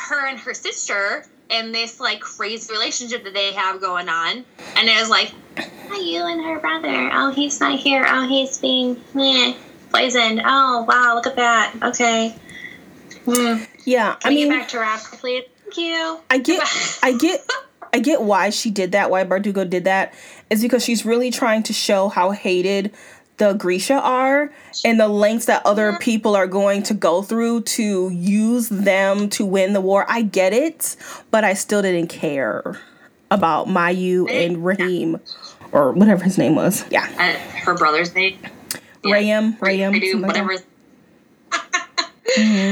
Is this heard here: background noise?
yes